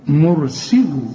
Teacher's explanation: هنا الراء مفخمة، السين تكون أكثر رقة لأنها مكسورة، سي عندنا سا مفتوحة سا، إنما دي سي، مرسل، واللام هنا مرققة، مرسل الناقة.